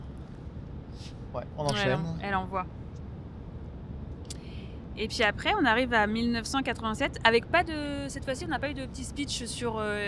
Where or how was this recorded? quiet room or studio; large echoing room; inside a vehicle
inside a vehicle